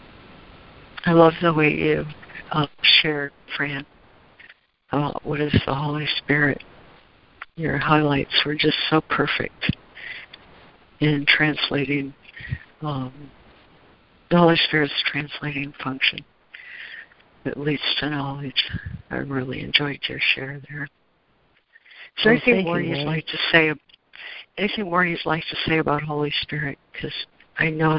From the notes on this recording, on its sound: ACIM Daily Conference Call